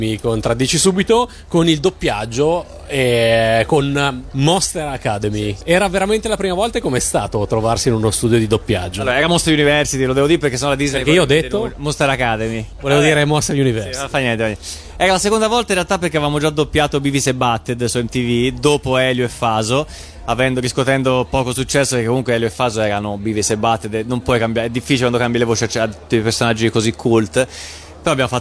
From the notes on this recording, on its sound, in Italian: Da Etna Comics 2016 la nostra intervista